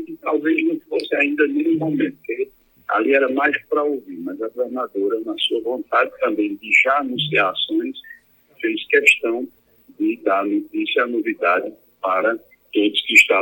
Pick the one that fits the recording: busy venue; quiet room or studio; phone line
phone line